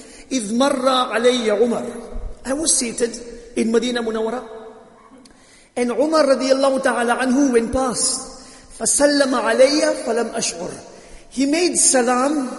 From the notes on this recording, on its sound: Jumuah lecture at Masjid ut Taqwa